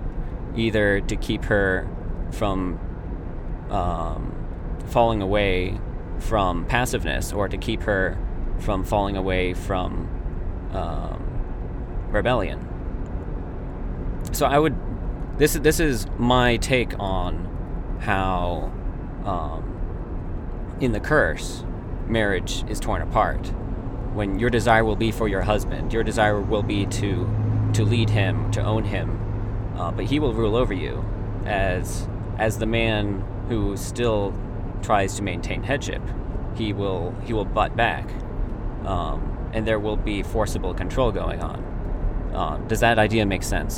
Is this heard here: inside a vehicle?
yes